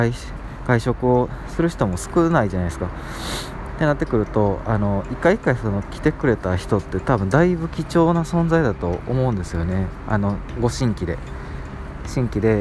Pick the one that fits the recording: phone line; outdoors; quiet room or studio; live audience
outdoors